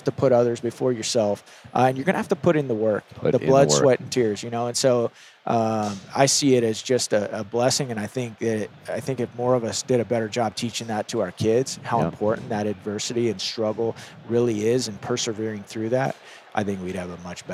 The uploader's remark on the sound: This interview was recorded in January 2020 at the Las Vegas SHOT Show